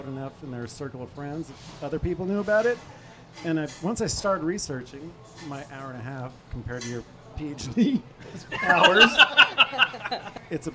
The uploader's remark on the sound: The Crescent Lounge in Capitol Hill. Recorded live at The Crescent Lounge on 05/22/2023.